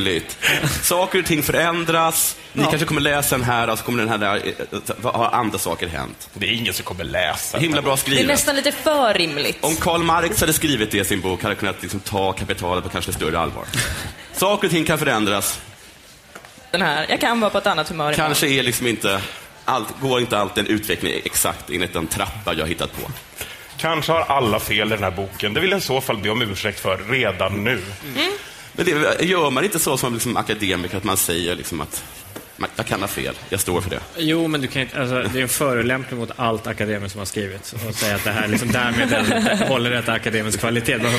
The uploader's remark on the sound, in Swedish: Avsnittet är inspelat på världens största rosévinsfestival. Almedalsveckan.